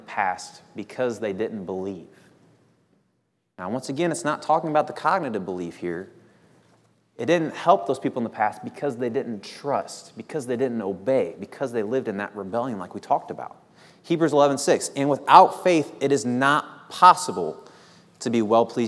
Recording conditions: large echoing room